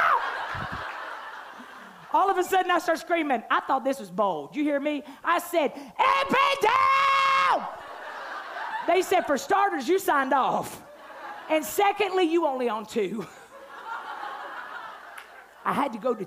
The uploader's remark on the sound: night one of our Bold Conference